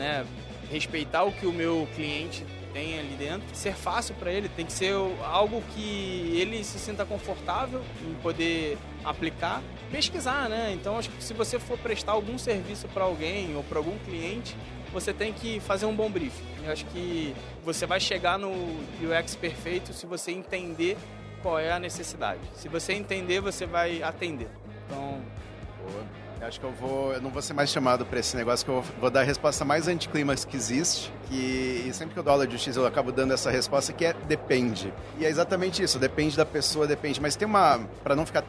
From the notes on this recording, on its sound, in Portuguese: gravada diretamente do 30° Congresso Expo Fenabrave, no estande da Auto Arremate® e Linx